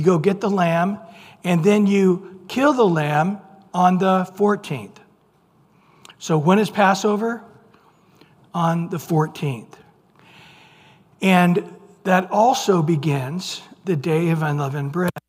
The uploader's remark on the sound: Recorded at Calvary Chapel of Los Alamitos on May 17 2023 on Wednesday evening sermon.